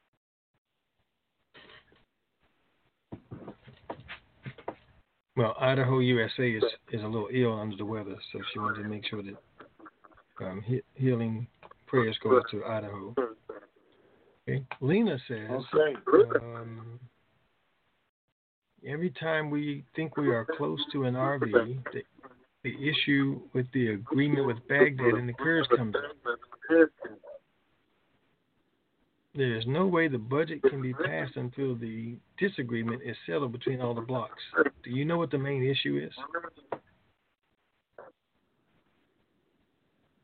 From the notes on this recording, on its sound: TNTSuperfantastic Conference Call